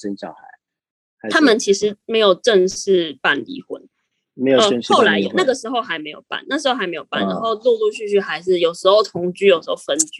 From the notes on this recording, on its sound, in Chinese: 本集採線上錄製